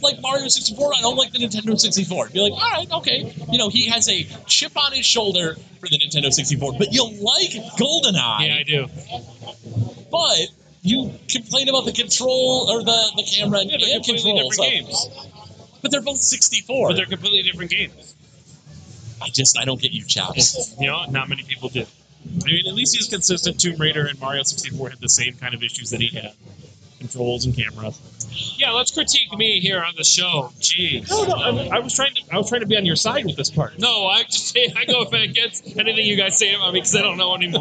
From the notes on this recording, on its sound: live from the Michigan Science center for a special episode